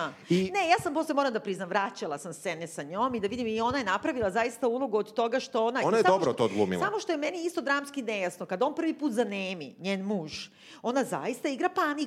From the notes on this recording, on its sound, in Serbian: koju smo snimali lajv pred našom divnom publikom u okviru Hartefaktovog festivala